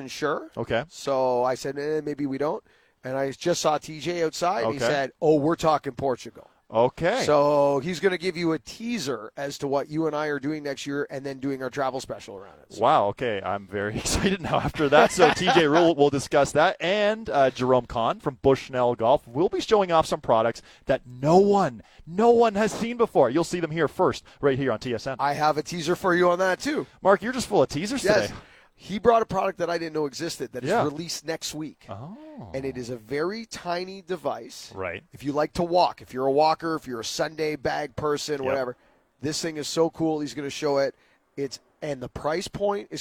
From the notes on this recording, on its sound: Today, we are live from the Rink Hole during the 1st round of the RBC Canadian Open!